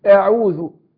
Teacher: فنقول مش اعوذ، دي خطأ، لكن نقول أعوذ مش يبقى هنا الهمزة بتخرج من أقصى الحلق